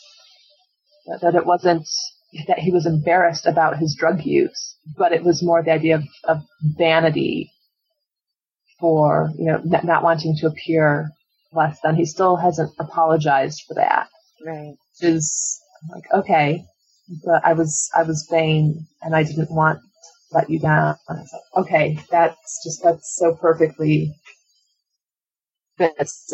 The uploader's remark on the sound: Apologies for the sound quality, we recorded during Hurricane Sandy and had some issues!